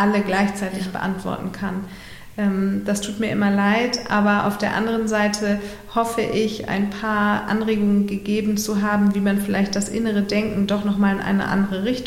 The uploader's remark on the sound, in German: beim Live-Podcast im Rahmen des ROCK ’N RAISE-Festivals